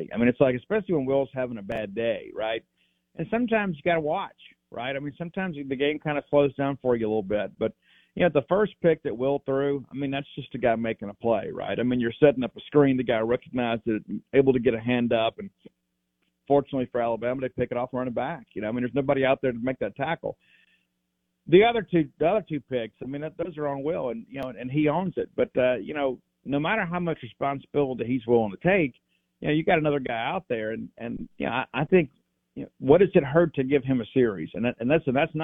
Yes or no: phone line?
yes